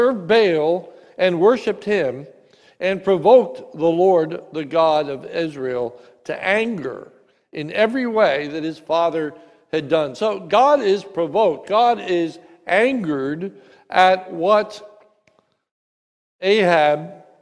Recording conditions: large echoing room